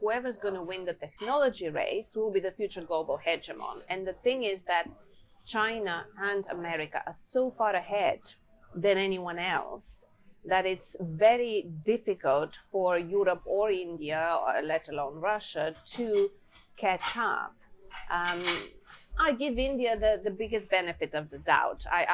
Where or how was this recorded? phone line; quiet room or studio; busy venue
busy venue